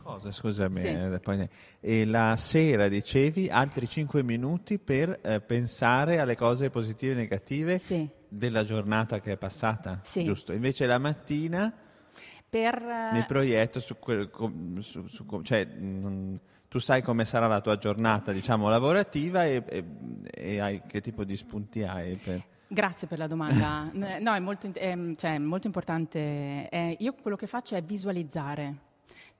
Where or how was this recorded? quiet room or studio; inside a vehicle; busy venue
busy venue